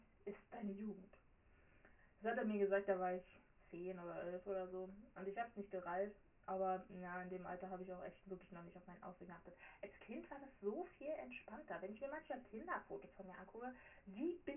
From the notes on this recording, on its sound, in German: Sorry für den Ton.